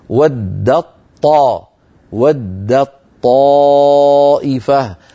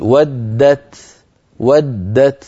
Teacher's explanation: لأن التاء والطاء حرفان متجانسان يعني من مخرج واحد، فأدغمت التاء في الطاء، ويكون الإدغام بتحويل التاء إلى طاء ثم إدغام الطاء في الطاء، فيصير النطق بطاء مشددة لا يبقى للتاء أثر · Shown in: first take